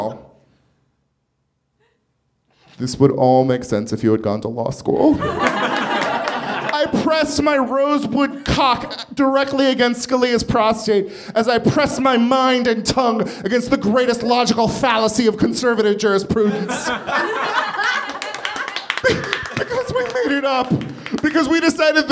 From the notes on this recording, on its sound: Recorded March 18, 2014 at the Nerdmelt Theater in Los Angeles.